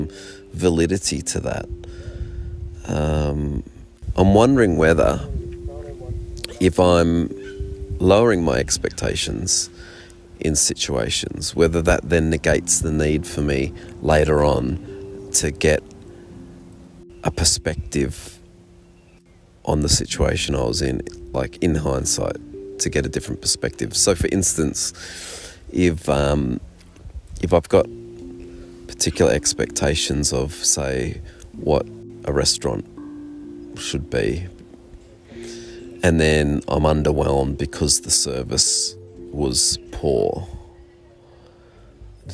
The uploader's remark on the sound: Coming at you from my Australian Geographic camping hammock, somewhere along the Great Ocean Rd